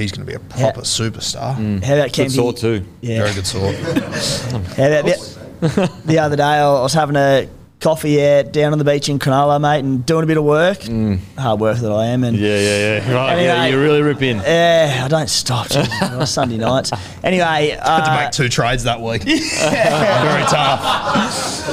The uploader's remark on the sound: Our review of the Sharks V Cowboys game with our live audience.